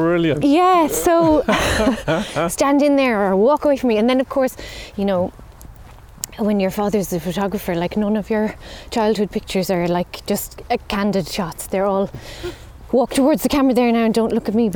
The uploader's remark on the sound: Recorded down the Blueway during the freezing cold weather when temperatures were in the minuses